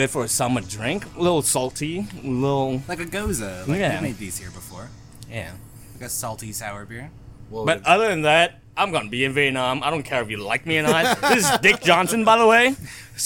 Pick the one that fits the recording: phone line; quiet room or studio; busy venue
busy venue